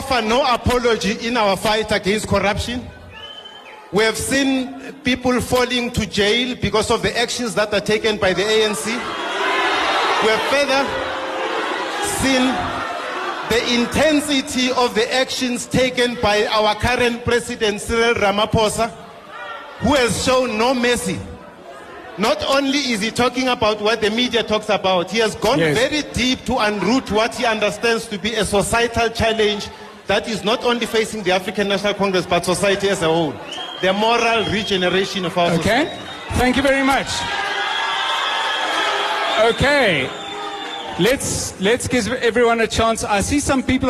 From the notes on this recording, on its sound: Eldorado Community Arts Centre in Sebokeng Town-hall. Broadcast live from the Eldorado Community Arts Centre in Sebokeng. He was joined by political party representatives from the ANC, DA, EFF, COPE, AIC and the BLF.